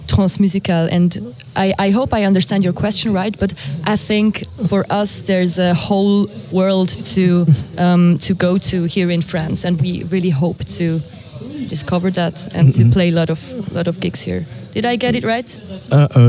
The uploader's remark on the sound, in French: En direct des Trans Musicales de Rennes